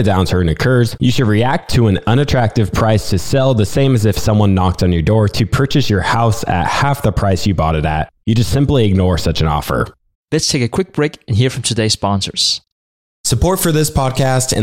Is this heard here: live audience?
no